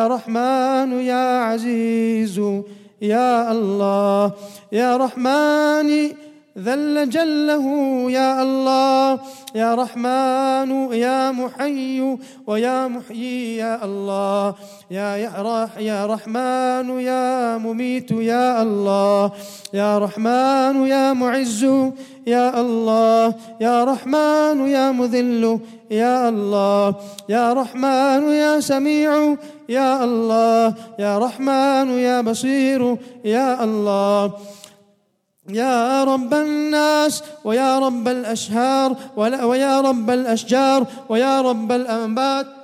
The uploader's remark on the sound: at the Houghton Masjid (West Street)